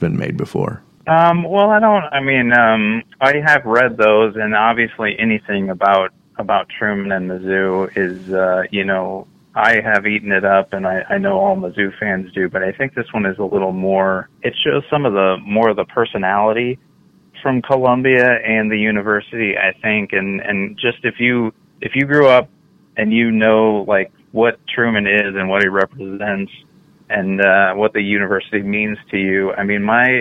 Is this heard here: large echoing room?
no